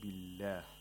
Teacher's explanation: In the phrase بالله، the lam of the majestic name of Allah is pronounced with ترقيق، with thinness. Now, the thing with the letter lam is that it is pronounced with ترقيق all the time, except in the majestic name of Allah, under certain conditions.